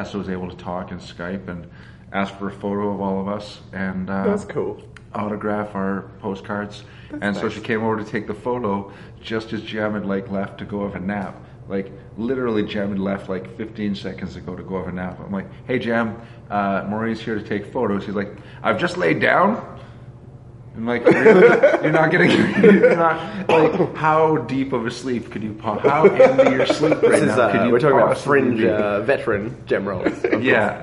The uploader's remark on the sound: LIVE from Regina Fringe. Coming to you LIVE (at the time) from The Regina Fringe Festival.